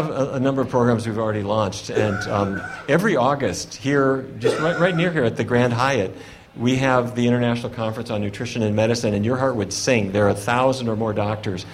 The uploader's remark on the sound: Live in front of a sold out crowd in Washington, DC.